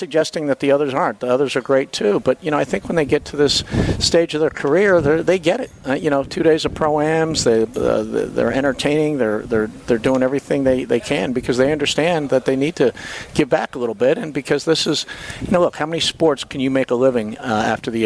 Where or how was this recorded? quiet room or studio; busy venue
busy venue